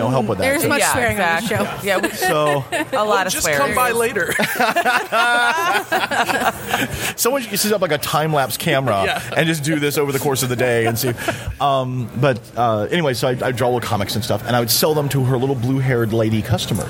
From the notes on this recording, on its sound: SteamCon 2018. This episode was recorded at Motor City SteamCon.